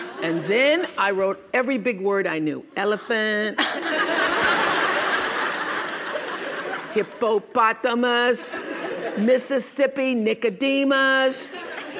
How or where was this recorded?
live audience